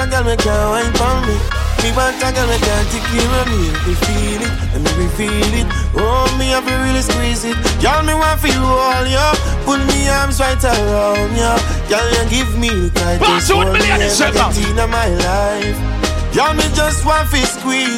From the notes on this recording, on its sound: Here is a live audio recorded at Fashion & Brunch 2023. Shoutout to coppershot music for helping us record this live audio.